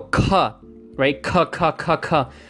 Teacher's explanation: you're going to feel lots of air coming out of your mouth · Term: aspirated version